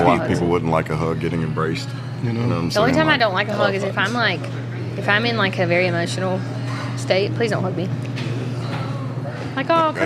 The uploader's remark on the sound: We met up at our favorite mid town spot (LIVE OAK NASHVILLE) to record a Friendsgiving podcast! There was food, laughter, and of course uncomfortable conversations.